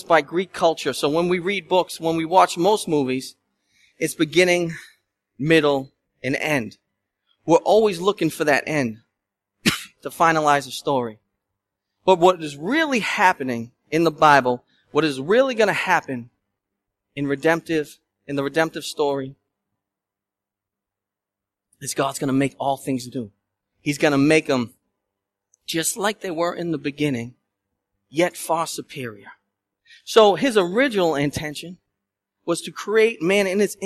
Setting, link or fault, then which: setting, large echoing room